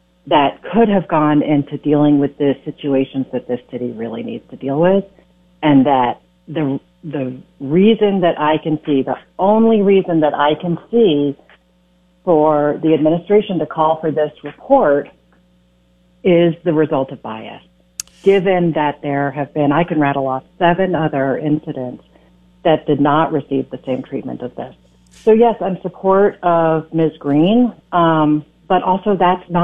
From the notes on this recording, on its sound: calls